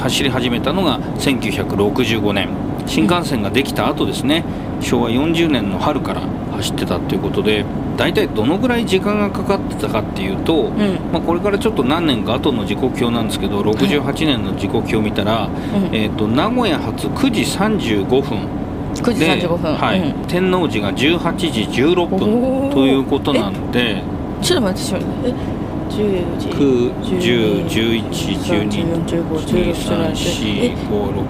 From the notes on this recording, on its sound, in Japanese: 実車収録。HC85系で紀伊長島まで行って来ました。